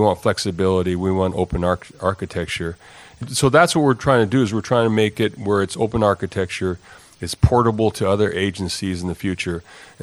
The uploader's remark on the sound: PTV Panel debate Singapore. This is a recording of an excellent PTV-led debate. The panel debate took place at the ITS World Congress in Singapore. It started with a presentation about PTV Optima before a debate.